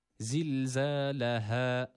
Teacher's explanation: Bir elif miktarı uzatıyoruz EA arası bir sesle. İnce harfler üstün hareke aldığı zaman EA arası bir sesle okunur.